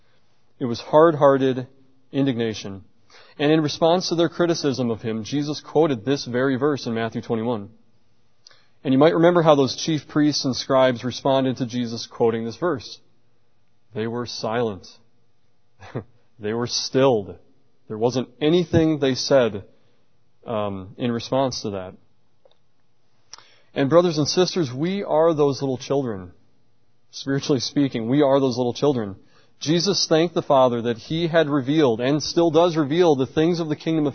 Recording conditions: large echoing room